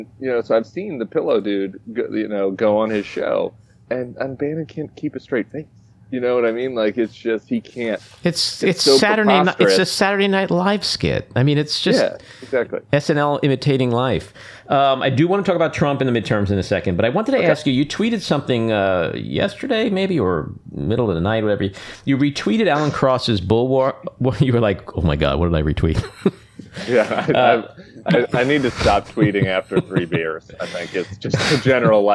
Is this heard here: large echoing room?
no